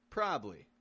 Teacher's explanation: We're pronouncing a word that's spelled with three syllables as a two syllable word, keeping it quick and quiet. Probably. Now, we pronounce a full word probably when we want to really stress that this is a likely possibility. · Term: common reduction